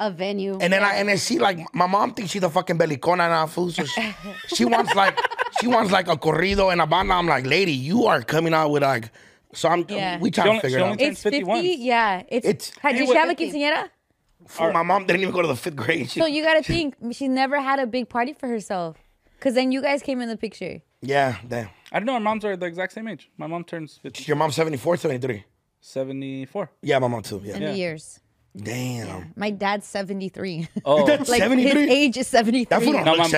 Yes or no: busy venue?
no